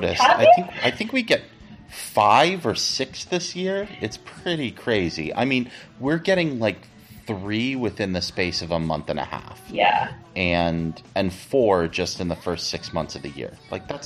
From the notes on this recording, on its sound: the poor sound quality this week.